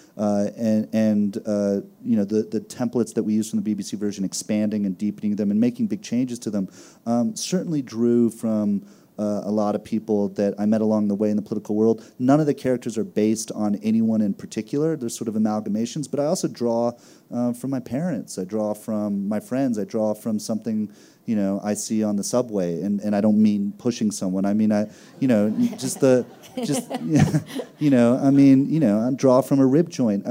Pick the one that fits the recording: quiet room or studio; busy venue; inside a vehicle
busy venue